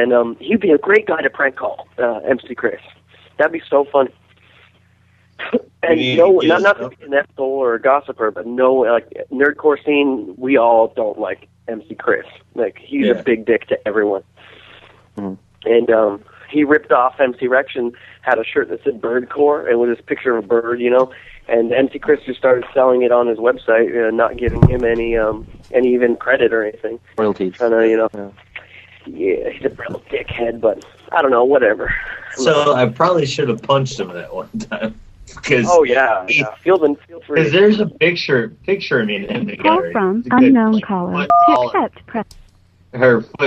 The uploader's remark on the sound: Prank Phone Calls